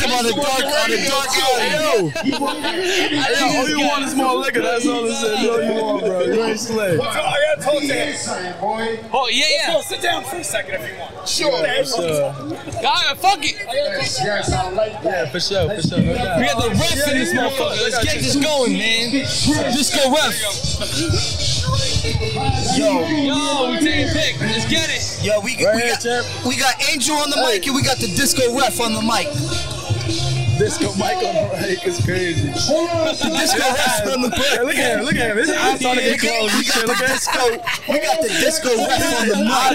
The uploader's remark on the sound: Live from Rucker Park on 8/3/23!